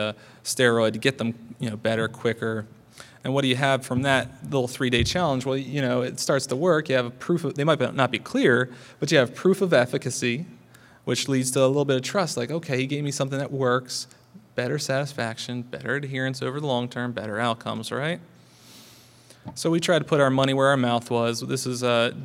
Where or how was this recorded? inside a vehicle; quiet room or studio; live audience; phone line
live audience